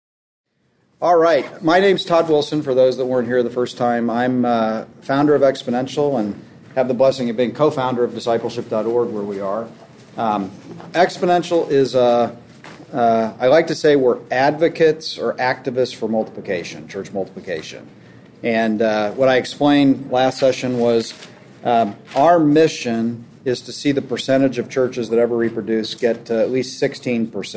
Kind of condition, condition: setting, busy venue